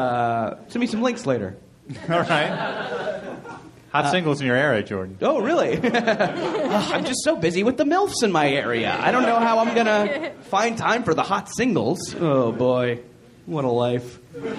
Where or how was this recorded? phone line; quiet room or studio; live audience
live audience